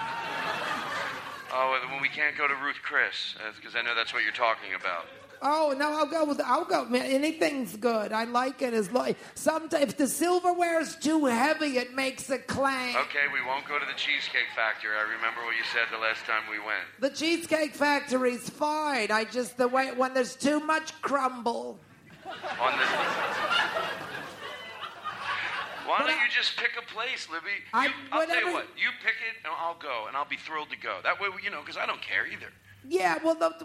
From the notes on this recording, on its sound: Live from the LA Podcast Festival 2016. Live at the LA Podcast Festival with a few special drop-ins!